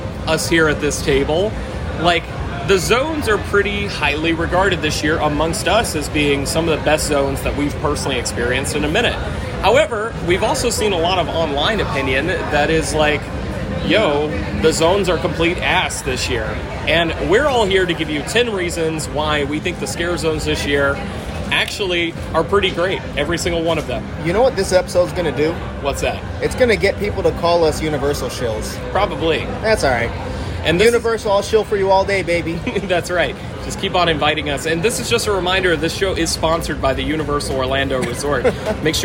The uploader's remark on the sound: recording live at Universal!